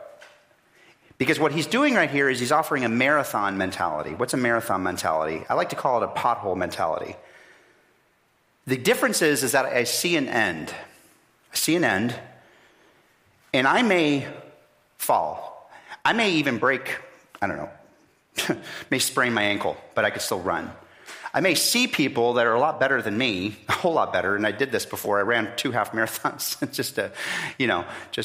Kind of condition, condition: setting, large echoing room